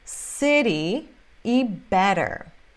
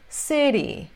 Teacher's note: City e better tem esse flap T com som de R.